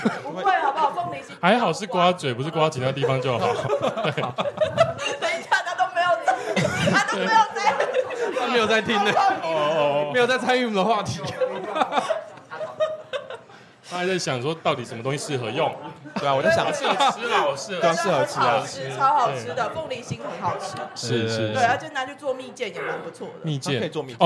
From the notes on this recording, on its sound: 參加在台南 咖哩鬥陣 提供場地的Live Podcast活動.